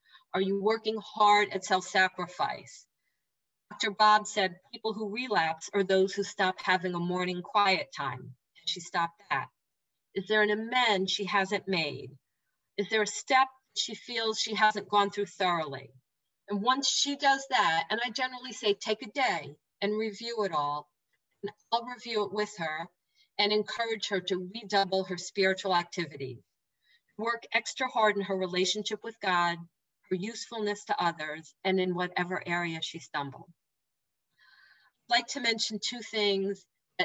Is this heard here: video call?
yes